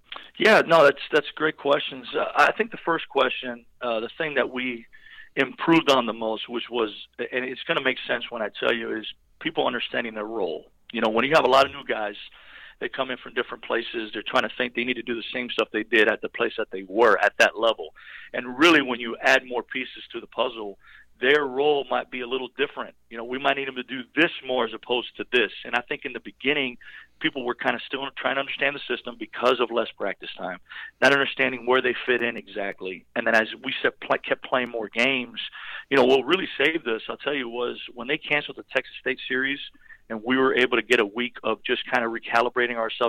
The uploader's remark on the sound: LIVE on the Back In Action Hotline